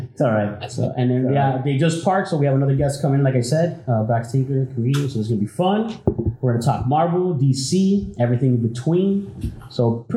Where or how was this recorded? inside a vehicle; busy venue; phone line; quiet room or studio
busy venue